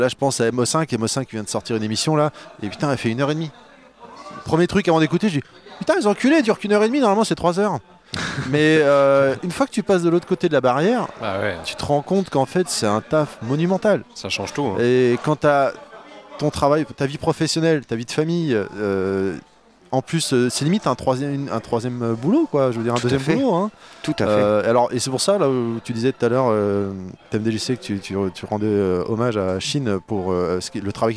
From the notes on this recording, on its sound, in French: L'émission à été enregistrée lors du 1er Marathon'Cast d'Arpajon le 17 novembre 2019.